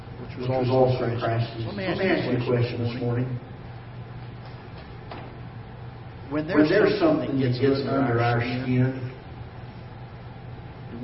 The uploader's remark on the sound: Ketha Heights Baptist Church ~ Live Broadcast